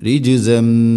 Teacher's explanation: വ, വ, ظلموا رجزا، رج، ജീമിനെ ഖൽഖല ചെയ്യണം, ശരിക്കും അത് കേൾക്കണം, രിജ്, രിജിസമ്മിന, തൻവീനു ശേഷം മീമ്, ഇദ്ഗാം ബിഗുന്ന, തൻവീനിനെ മീമിലേക്ക് ഇദ്ഗാം ചെയ്ത് അഥവാ കൂട്ടി ലയിപ്പിച്ച് മണിച്ചുകൊണ്ട് ഉച്ചരിക്കണം